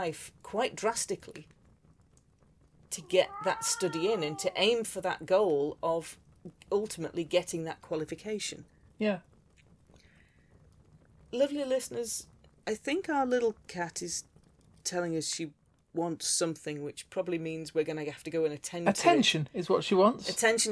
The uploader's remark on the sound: Background fire ambience